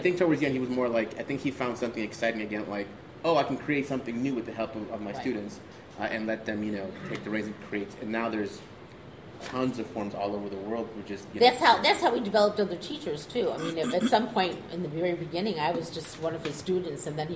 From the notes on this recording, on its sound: A panel discussion about Del Close. At the iO Theatre in Chicago. Answer questions from the audience.